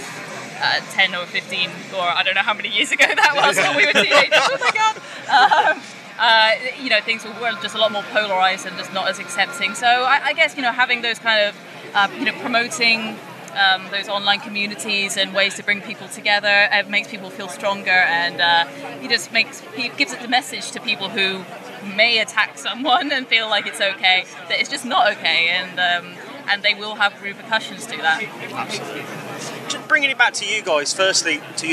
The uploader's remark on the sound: From our 'Live from Bloodstock 2023' series. We talk all about their set later that day at the festival.